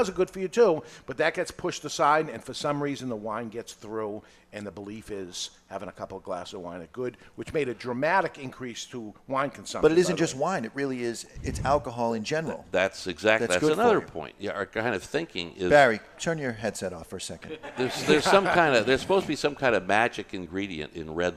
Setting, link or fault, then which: setting, live audience